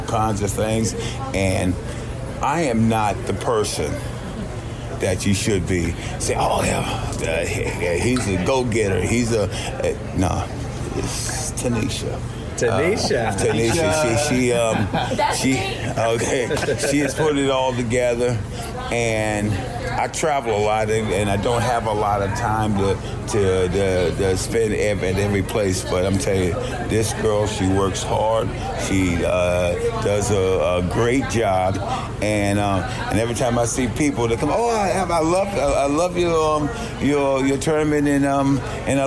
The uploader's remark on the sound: Live from the LT Charity Golf Tournament